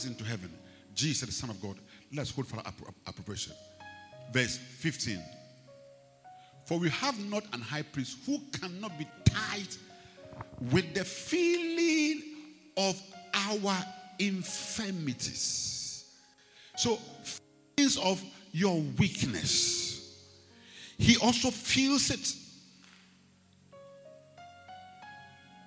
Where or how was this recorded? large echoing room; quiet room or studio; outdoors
large echoing room